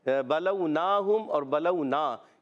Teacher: بلونا میں واؤ ساکن سے پہلے زبر یہاں پر بھی واؤ لین ہے